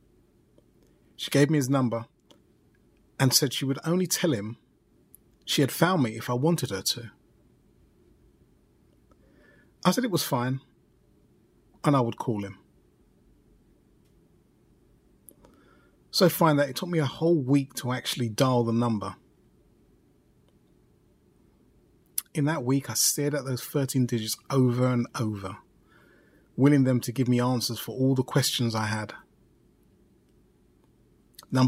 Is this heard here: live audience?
no